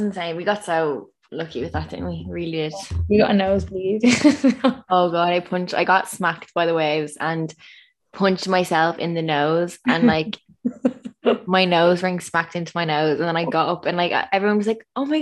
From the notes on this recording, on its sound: AGAIN over zoom but we promise this is only temporary for a little while longer. We've found a solution for our shit quality sound and camera.